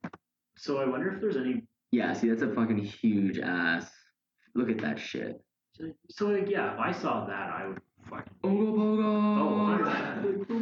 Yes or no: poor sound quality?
yes